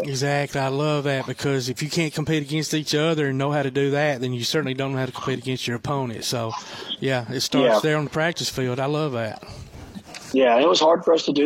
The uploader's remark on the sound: Live at the Rocket City Trash Pandas store